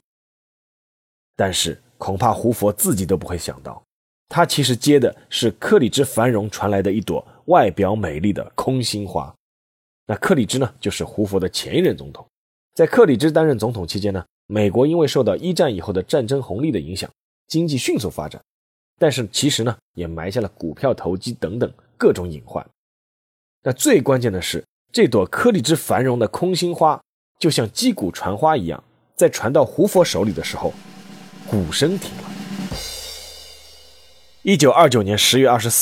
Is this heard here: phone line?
no